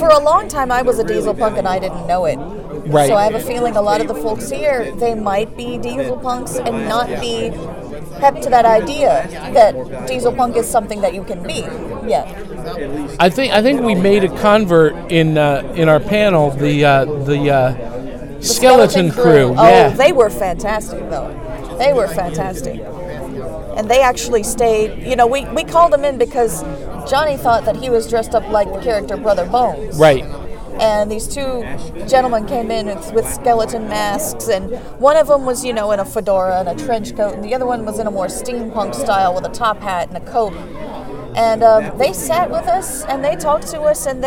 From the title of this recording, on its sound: Live from ShadowCon 2018!